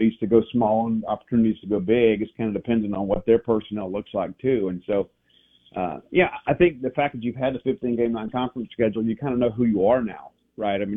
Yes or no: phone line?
yes